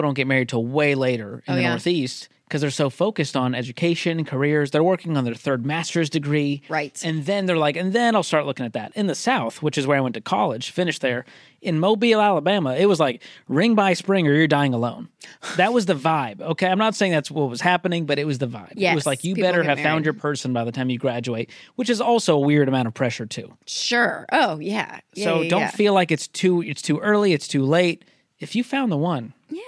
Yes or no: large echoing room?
no